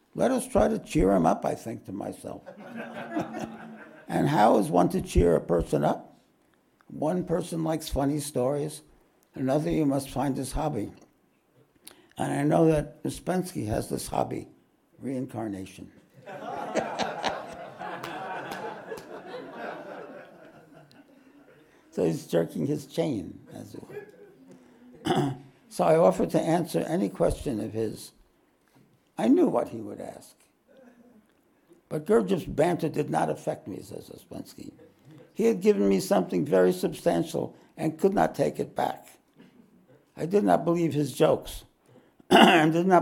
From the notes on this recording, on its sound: This podcast was recorded live at The Ashram in Mount Eliza on the 26th of August, 2023.